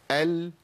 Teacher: قلنا ان اللام فيها توسط. توسط يعني ايه؟ يعني بيمشي الصوت فتره زمنيه بسيطه.